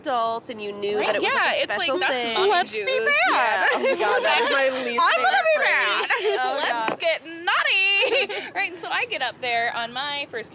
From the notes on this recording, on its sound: This episode was recorded outdoors.